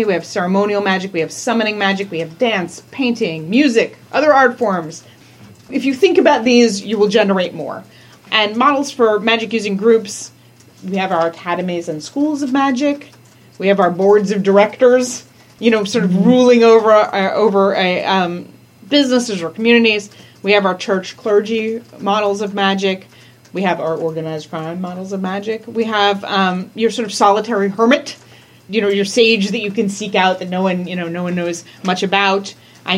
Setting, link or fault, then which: setting, large echoing room